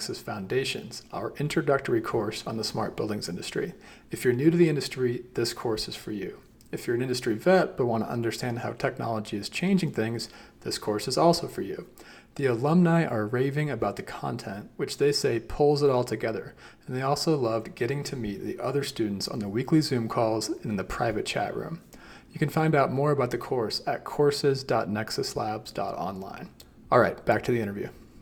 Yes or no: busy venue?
no